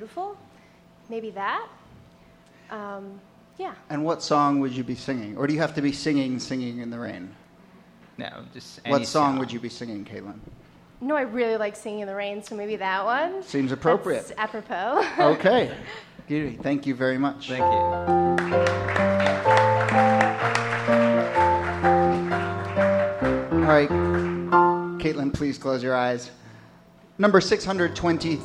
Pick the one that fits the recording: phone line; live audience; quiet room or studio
live audience